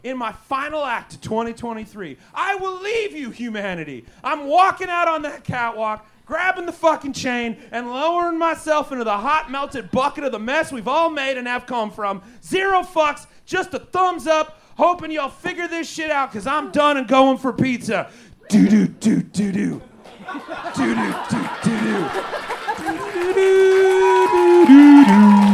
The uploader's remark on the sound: Recorded LIVE on December 16th 2023 and May 26th 2016 for The Paper Machete LIVE at Chicago’s Historic Green Mill Lounge.